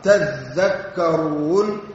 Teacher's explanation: فقد أدغمت التاء في الذال لتقارب المخرج